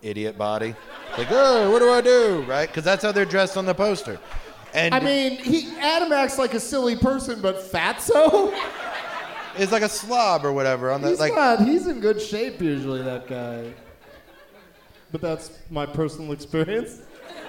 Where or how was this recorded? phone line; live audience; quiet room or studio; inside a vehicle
live audience